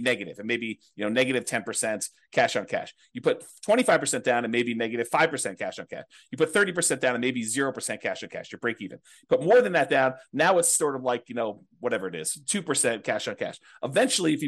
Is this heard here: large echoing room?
no